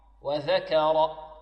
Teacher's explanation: الذال تخرج من طرف اللسان مع طرف الثنايا العليا، والراء مفخمة ذا، والكاف مرققة.